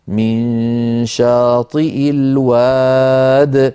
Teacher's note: فإن وقفنا اضطرارا أو اختبارا نقول من شاطئ الواد من غير ياء في آخرها